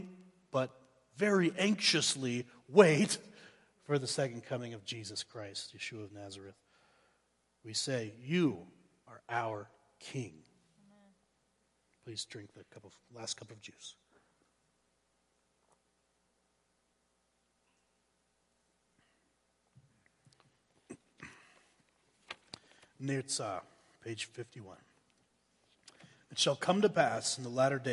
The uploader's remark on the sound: Woodland Life Church Live